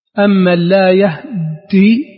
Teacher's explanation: أما الهاء فله فيها وجهان، وجه الإسكان أمن لا يهدي هكذا، مع بقاء الدال مشددة